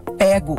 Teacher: Essa forma aberta, pego, já é mais coloquial e se é aberto, é da oralidade